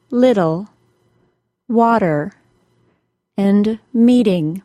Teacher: Americans substitute a D sound for a T sound when the T follows a vowel or an R sound and comes before a vowel, R sound, schwa plus R, or L sound. · Term: quick D sound